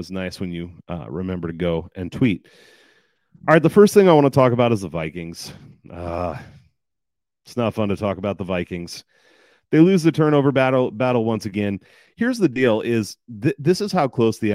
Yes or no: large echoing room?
no